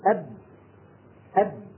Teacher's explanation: لما نقول أب أب فتصطدم الشفة العليا مع الشفة السفلى وينقفل المخرج انقفالا تاما · Term: الشدة